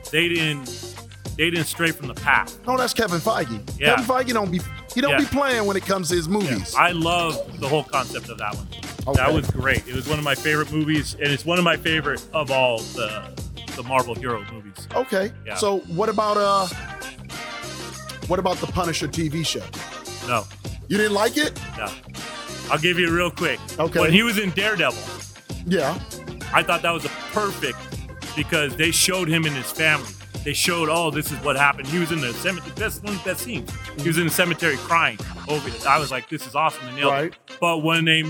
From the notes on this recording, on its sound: Live from Lilac City Comicon in Spokane, Washington.